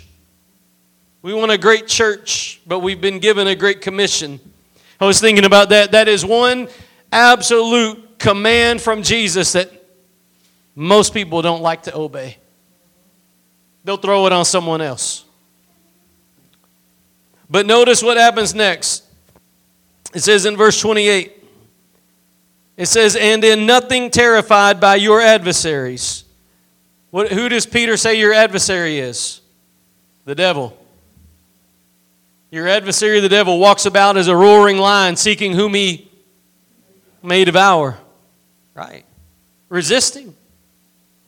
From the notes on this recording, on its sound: Preached at Gospel Lighthouse in Bossier City, La.